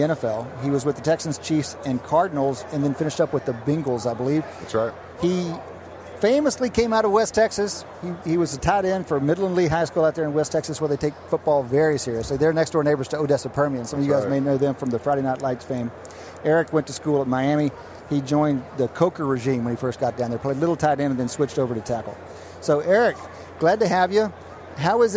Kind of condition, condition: setting, busy venue